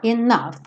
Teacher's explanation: Esse O-U vai ter um som A, A, é um som bobo, tá? E o G-H vai ter um som de F